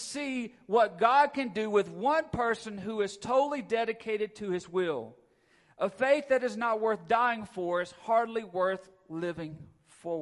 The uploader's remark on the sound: Recorded at Friendship Baptist Church on October 23, 2022.